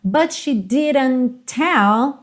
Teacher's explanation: claro que o T do didn't vai juntar com o T do tell